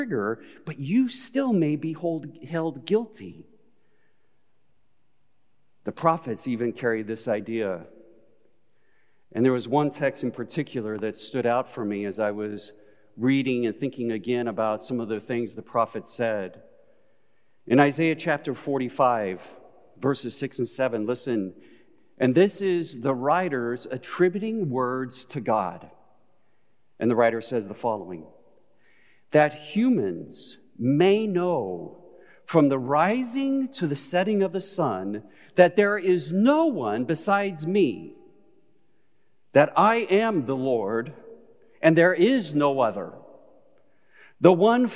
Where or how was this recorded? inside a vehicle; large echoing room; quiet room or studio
large echoing room